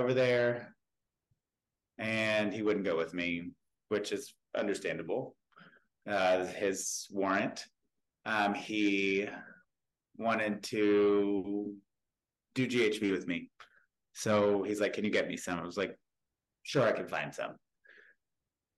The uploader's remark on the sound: Zoom